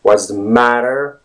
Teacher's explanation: The next thing is the emphasis on the first syllable of the word matter